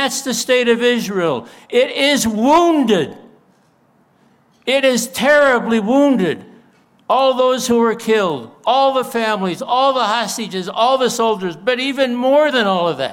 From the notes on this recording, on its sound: delivered a moving speech at the CCU for Israel event